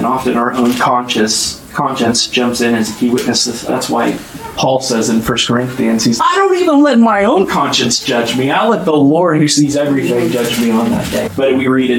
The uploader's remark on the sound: Sorry for the bad audio quality on this episode